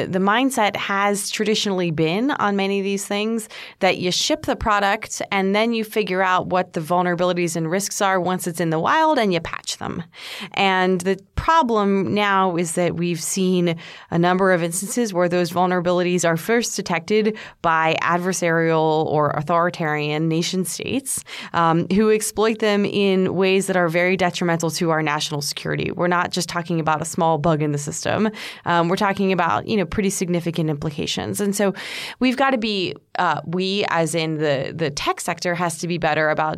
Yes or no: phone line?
no